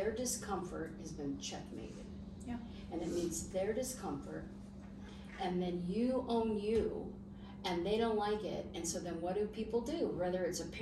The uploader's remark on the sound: unedited, raw, just us and an iPhone.